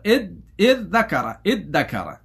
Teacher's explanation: ويجوز فيه وجه آخر أيضا إذ ذكر أي بالدال المهملة بقلب الذال المعجمة دالا مهملة وإدغام الدال في الدال مهملتين